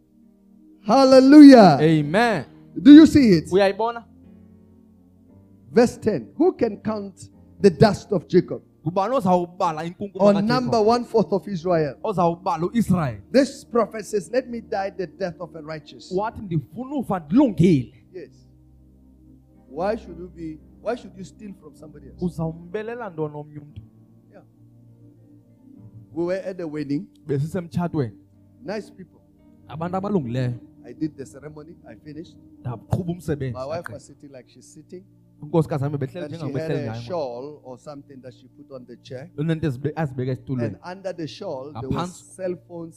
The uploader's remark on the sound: Message Preached in our Cape Town Campus, Parklands, Cape Town